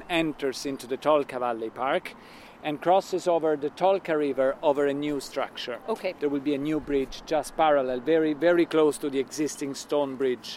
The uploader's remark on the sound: An audio journey of Luas Finglas - the proposed extension of the Luas Green Line from Broombridge to Charlestown in north Dublin - on site with members of the design team.